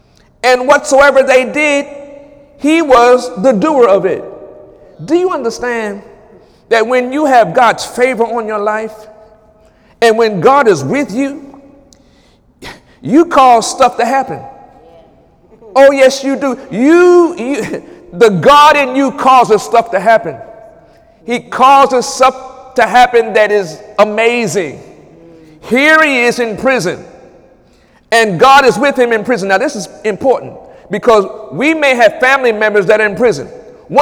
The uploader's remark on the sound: During Wednesday night service